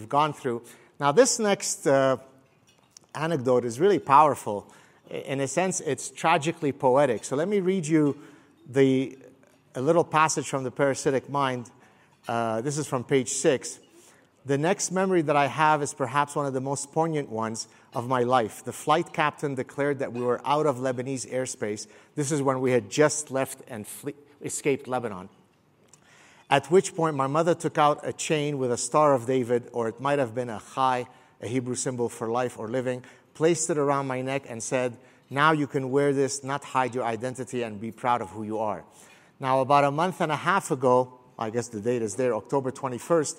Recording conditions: live audience